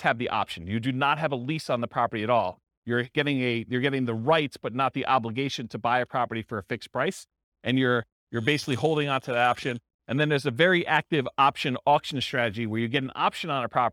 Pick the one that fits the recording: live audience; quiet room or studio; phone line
live audience